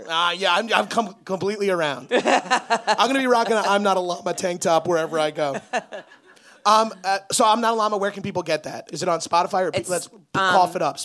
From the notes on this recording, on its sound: Live in Boston. Live on stage in Boston. Recorded live at The Great Scott in Boston, MA.